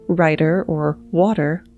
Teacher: While those sounds were reduced, emphasis was put on T's. In American English, we often produce a T in the middle of a word, like writer or water, as if it were a D. Transatlantic speakers pounce on that T, writer, water.